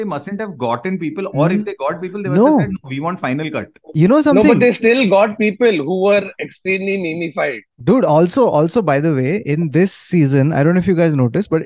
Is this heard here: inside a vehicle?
no